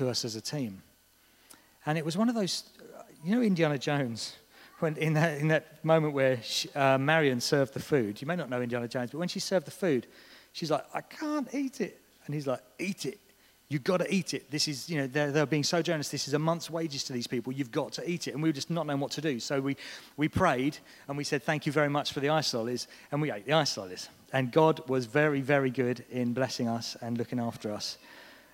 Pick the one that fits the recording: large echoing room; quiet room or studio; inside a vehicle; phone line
large echoing room